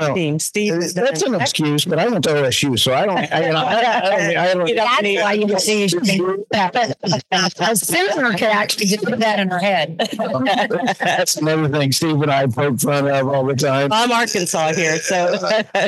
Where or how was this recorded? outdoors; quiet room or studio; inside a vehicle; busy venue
busy venue